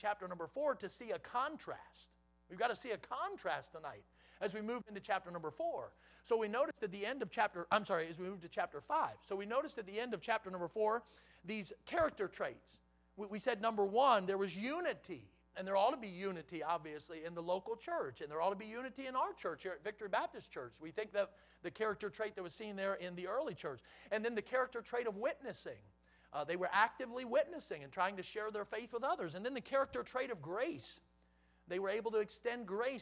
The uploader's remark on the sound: in the Sunday Evening Service on January 1, 2023, at Victory Baptist Church in Boonsboro, Maryland